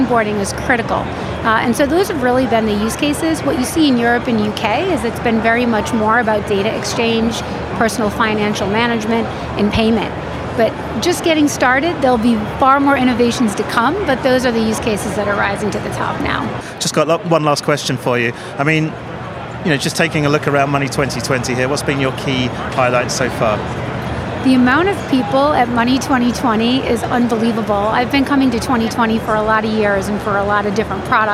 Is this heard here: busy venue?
yes